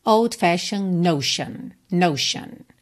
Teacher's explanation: essas terminações de palavras T-I-O-N se pronuncia shun, shun, tá? Não é tion, não é shion, shun, shun.